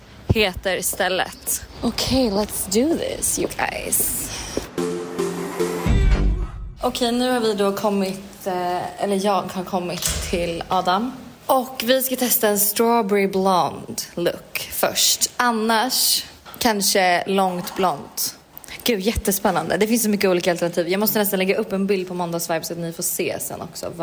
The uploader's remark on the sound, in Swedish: LIVE från bråket på Lollapalooza